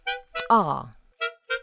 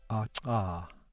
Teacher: You will notice that it has an affricated release. · Term: dental click